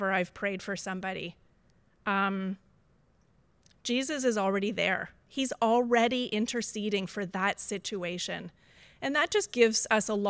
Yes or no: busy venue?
no